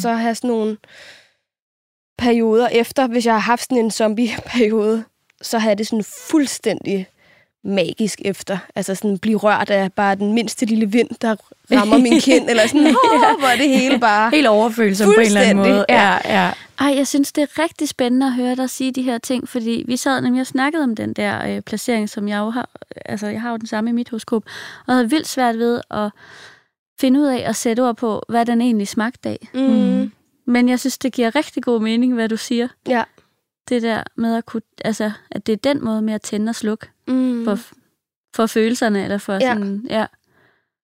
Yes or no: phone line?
no